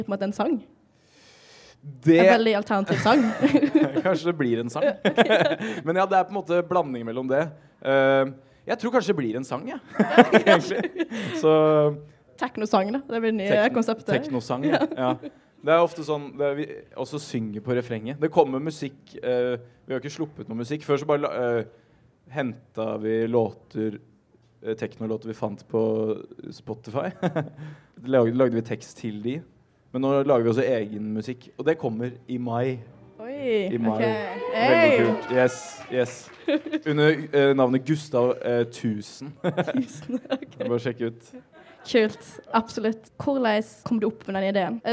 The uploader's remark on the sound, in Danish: Live på Novafest